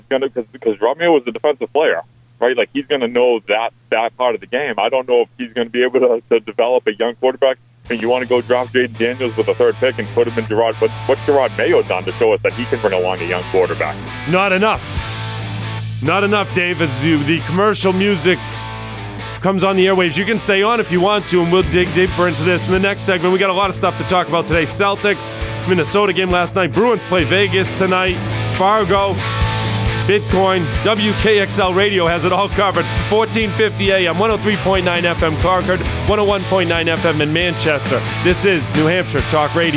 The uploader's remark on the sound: a couple of his dedicated, professional quality sports talk callers